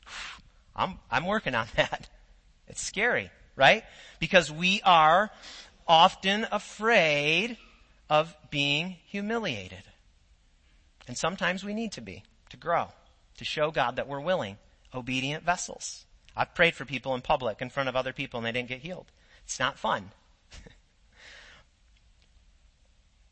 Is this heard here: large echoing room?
yes